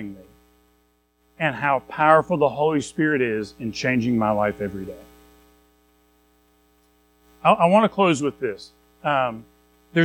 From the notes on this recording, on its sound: Recorded at Madison Baptist Church in Madison WV on February 19, 2023.